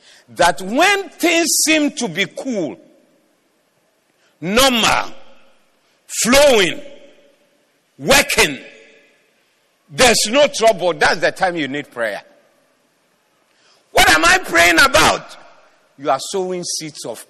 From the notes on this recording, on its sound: Preached at the Doxa Service